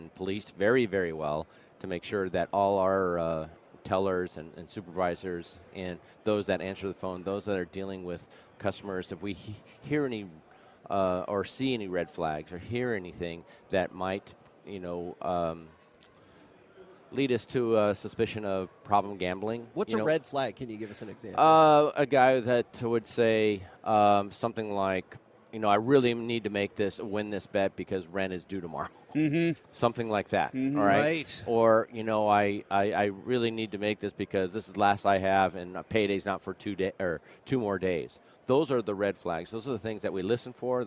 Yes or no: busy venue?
yes